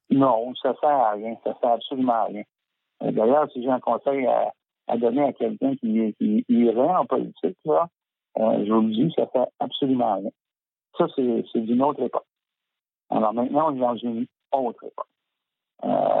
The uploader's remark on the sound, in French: reçoit au téléphone